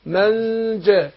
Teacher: الجيم بتخرج من ايه من وسط اللسان مع ليه الحنك الاعلى